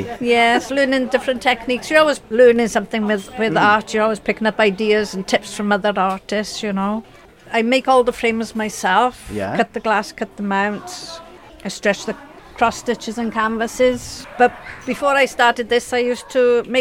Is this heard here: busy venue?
yes